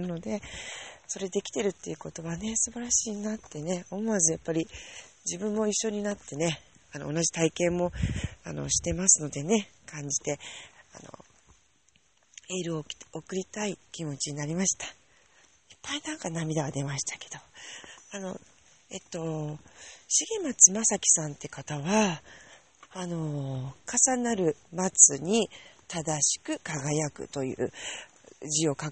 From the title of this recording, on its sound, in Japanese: 夜道歩きながら